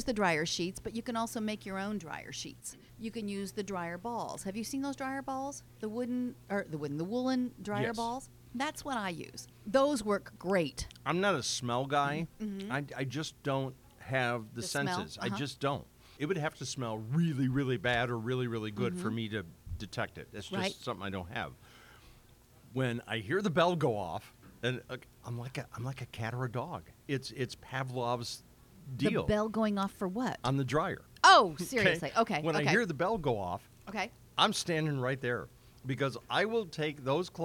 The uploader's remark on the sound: Recorded at Rocford Washer Laundromat on North Main Street in Rockford, Illinois